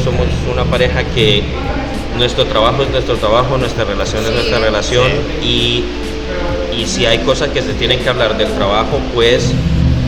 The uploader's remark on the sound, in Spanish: Oh! Café en el Festival Centroamérica de Café.